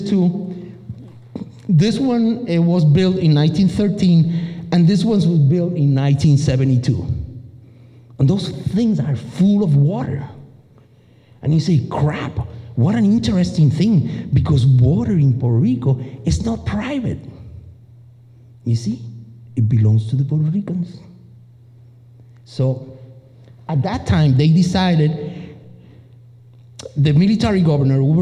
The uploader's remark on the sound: Offered a lecture at Wistariahurst Museum. Recorded at Wistariahurst Museum on April 17th, 2018.